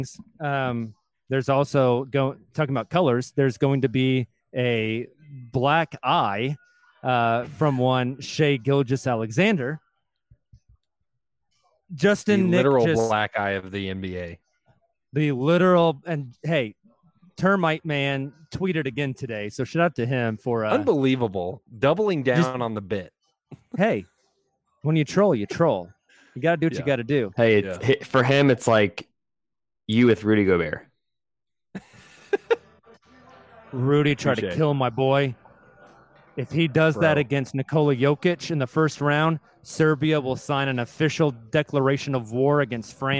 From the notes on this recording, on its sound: live from our play-in watch party at Chalk OKC